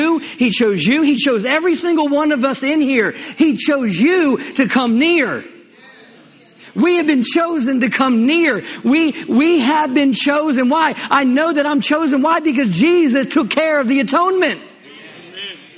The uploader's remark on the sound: LIVE Midweek Service